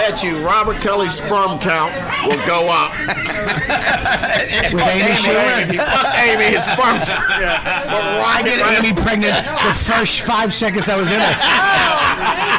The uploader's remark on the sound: live broadcast from the Comedy Cellar